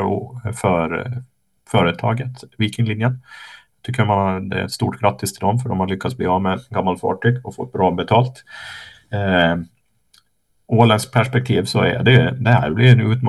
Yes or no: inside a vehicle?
no